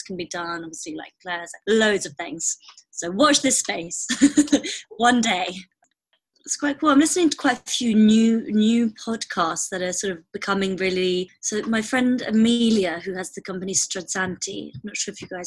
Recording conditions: video call